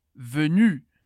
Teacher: você percebeu que o som do U é o som do biquinho